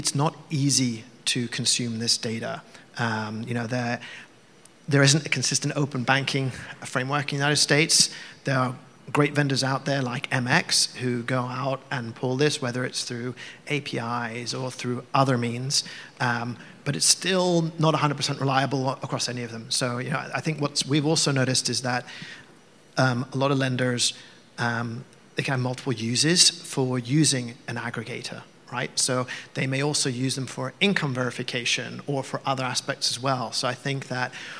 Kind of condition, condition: setting, live audience